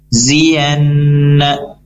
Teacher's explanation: zi di sini tidak panjang, ya, di sini pendek, cukup satu harokat langsung ke huruf berikutnya ziyanna.